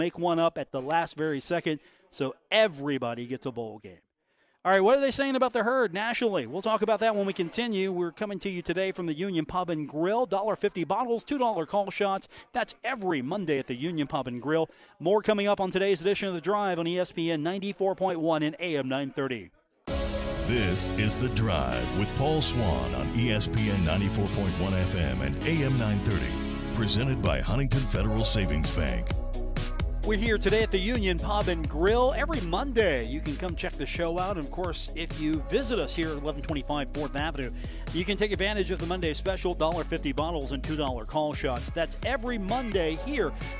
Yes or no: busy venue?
yes